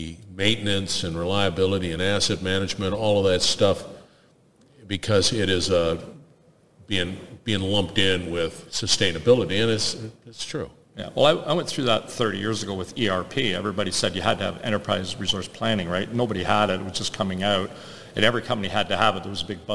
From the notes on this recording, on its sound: Industrial Talk is onsite at Hexagon LIVE.